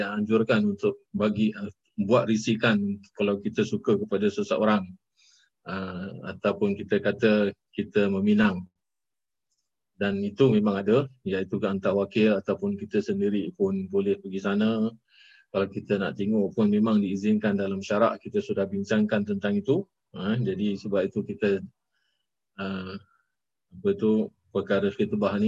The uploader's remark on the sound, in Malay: Kelas Sabtu (Masjid Hasanah). Rakaman zoom pada setiap Sabtu 5 ptg (waktu Singapura).